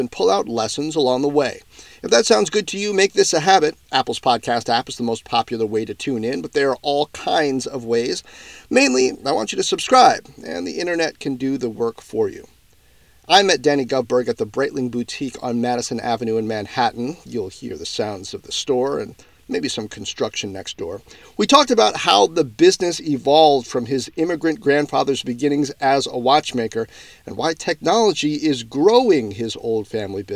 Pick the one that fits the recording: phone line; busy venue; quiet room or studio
busy venue